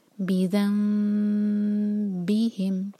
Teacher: میم کے لیے ہمارے ہونٹ ٹائٹ بند نہ ہوں. ہلکے سے ٹچ کریں گے اور دو سیکنڈس کا ٹائم دیں گے